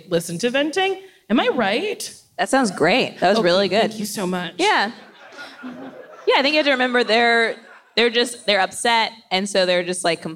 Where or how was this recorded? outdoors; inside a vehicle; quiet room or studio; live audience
live audience